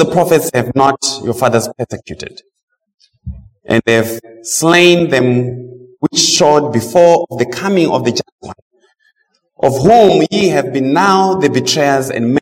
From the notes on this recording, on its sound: Preached at Mt Zion Missionary Baptist church, TN